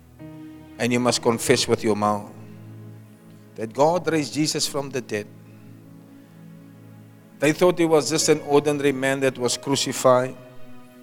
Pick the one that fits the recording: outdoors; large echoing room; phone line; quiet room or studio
large echoing room